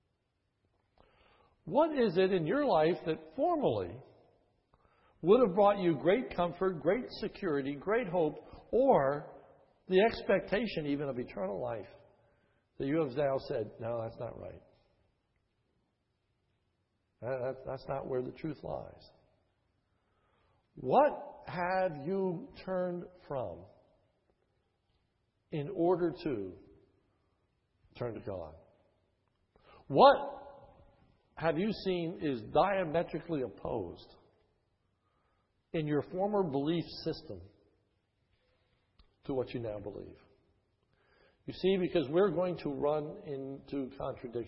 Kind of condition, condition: setting, large echoing room